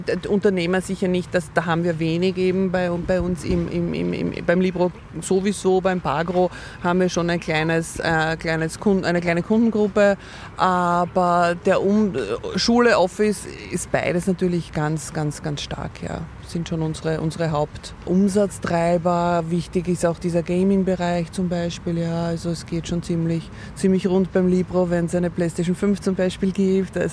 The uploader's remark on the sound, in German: aufgenommen haben wir das Interview im Sommer im Park von Schönbrunn in Wien – daher düst auch mal ein Bimmelzug an uns vorbei